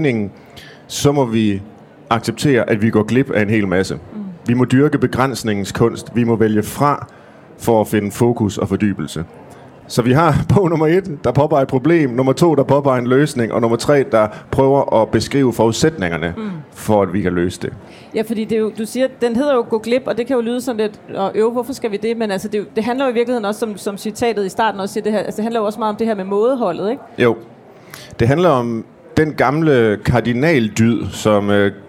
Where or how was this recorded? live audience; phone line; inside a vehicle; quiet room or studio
live audience